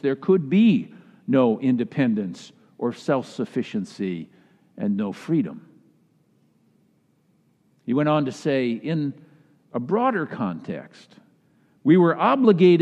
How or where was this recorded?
large echoing room